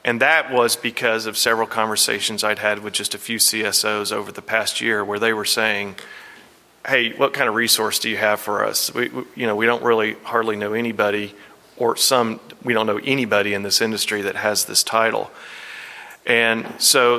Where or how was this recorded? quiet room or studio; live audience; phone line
live audience